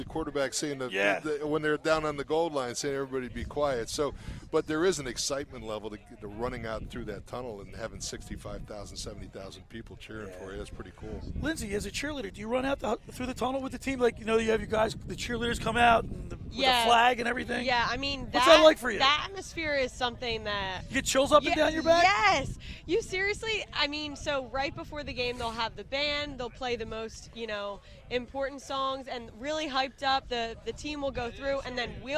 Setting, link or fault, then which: setting, outdoors